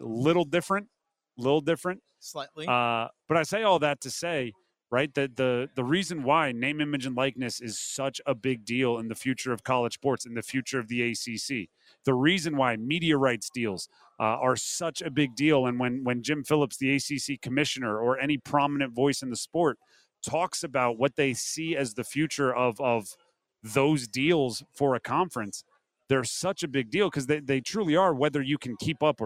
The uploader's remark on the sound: live in Charlotte for day one of the 2023 ACC Football Kickoff